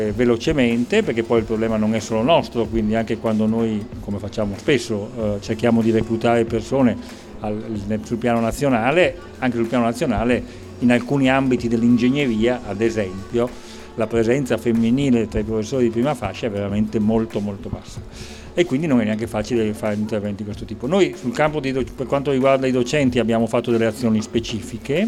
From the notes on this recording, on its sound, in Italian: Estratto dalle dirette di Sanbaradio dal Festival dell'Economia di Trento.